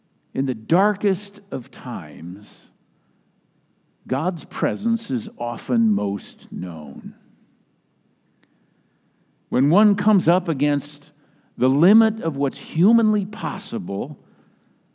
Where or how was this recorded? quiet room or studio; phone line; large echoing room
large echoing room